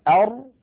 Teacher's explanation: يجد بأن الراء أعمق قليلا إلى الداخل. يعني لو كان هذا سقف الحلق وهذا اللسان، أن هنا أر تكون أعمق إلى الداخل قليلا، أن أر، أن أر، فالراء أعمق قليلا إلى الداخل.